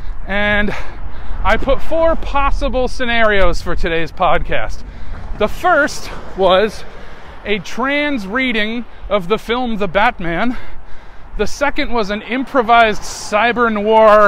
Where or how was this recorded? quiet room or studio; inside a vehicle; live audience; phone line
inside a vehicle